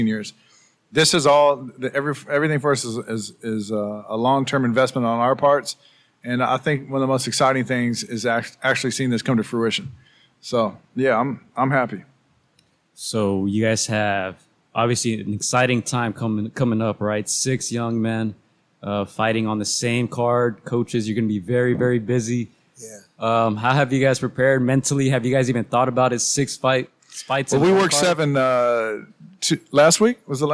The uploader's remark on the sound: Live from the Jackrabbit boxing academy